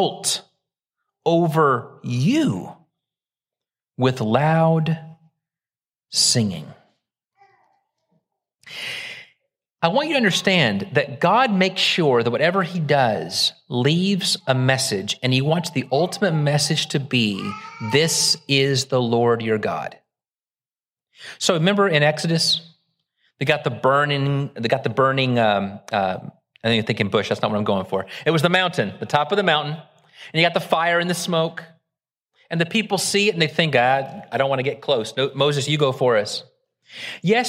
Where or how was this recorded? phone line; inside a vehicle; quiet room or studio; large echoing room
large echoing room